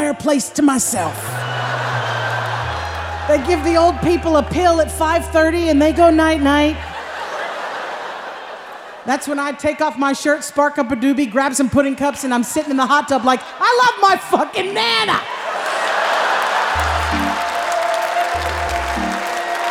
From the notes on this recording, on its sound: Performed live at The Paramount in Oakland.